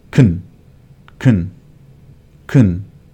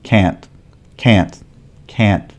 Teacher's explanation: Because can isn't stressed, it sounds almost vowel-less.